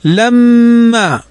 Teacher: ميم فوقها شدة فتغن بمقدار حركتين